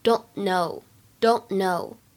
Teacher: don't 和 know 当中呢有一个不完全失去爆破的现象